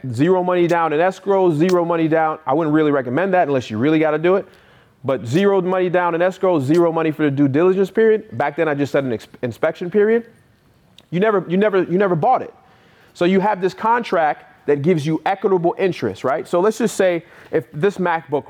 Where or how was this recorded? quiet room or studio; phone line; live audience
live audience